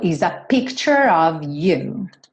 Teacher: todo of, O-F, vai ter som de V